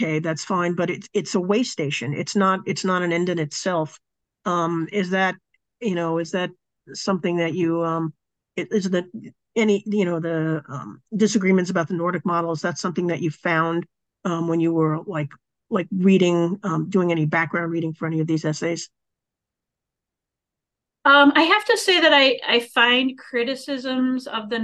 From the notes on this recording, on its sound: A live webinar